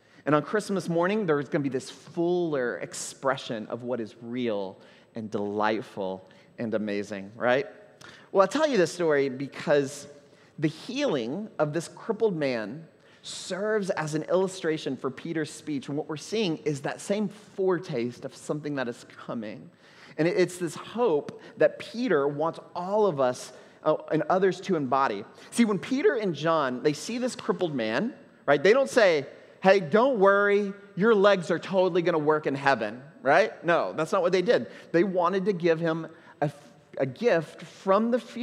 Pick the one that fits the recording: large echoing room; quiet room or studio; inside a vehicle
large echoing room